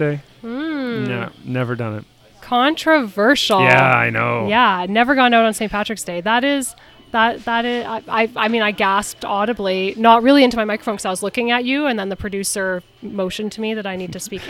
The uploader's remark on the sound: Broadcast live from The Adventurer's Guild Cafe in Downtown Kitchener